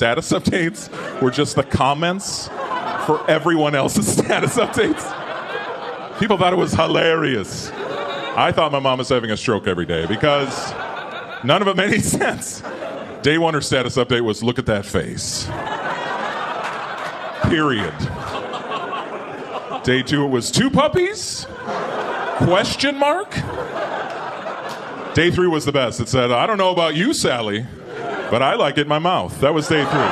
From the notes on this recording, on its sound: Gotham Comedy Live Stand Up Comedy